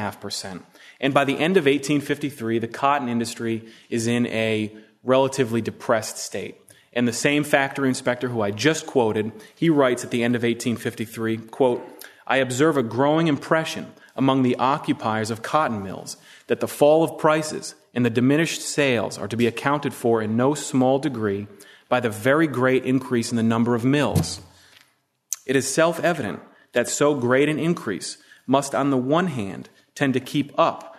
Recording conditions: live audience